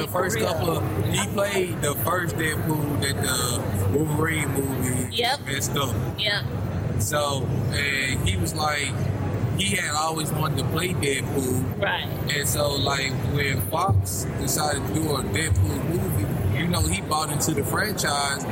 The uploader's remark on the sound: LIVE from Comicpalooza 2018